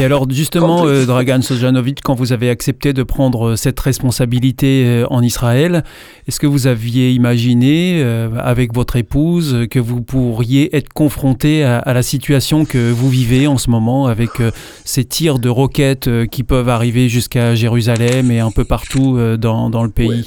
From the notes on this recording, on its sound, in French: A répondu à nos questions par téléphone depuis Jerusalem alors que le conflit Israëlo-Palestinien était au plus fort.